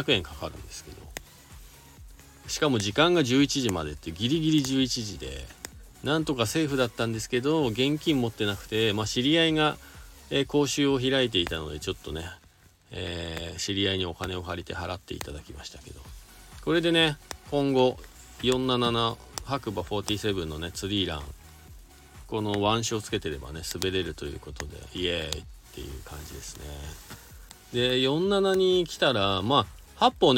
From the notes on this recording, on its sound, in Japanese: 本日、白馬八方スキー場からの白馬４７スキー場で滑り終了後 車の中から。